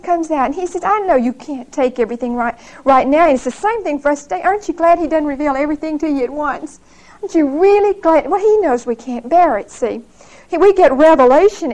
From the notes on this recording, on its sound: Recorded on 11/25/1975 at Whitesburg Baptist Church.